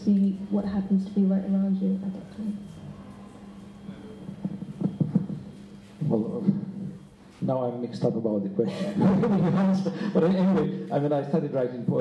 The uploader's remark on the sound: Q&A at the Millennium Library. Post-reading discussion.